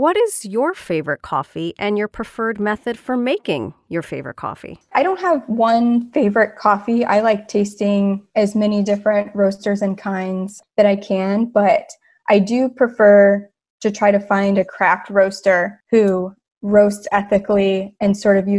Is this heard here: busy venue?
no